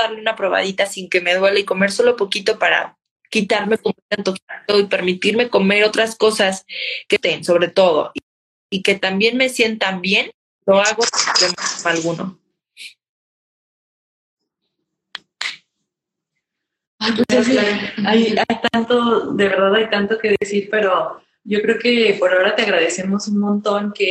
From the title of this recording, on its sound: Instagram Live